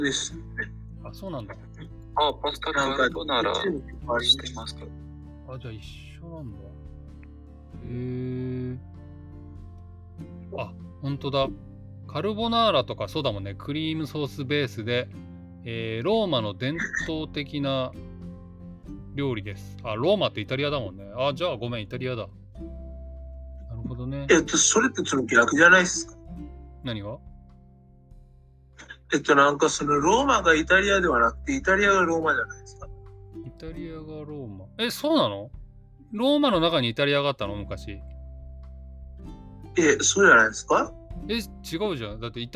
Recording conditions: poor sound quality